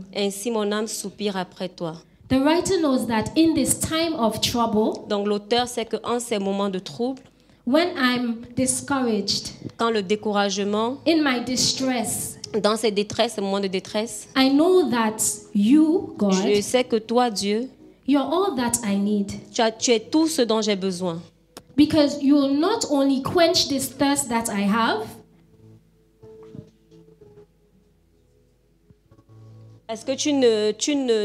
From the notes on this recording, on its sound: Preached during Joyful Hour Sunday Service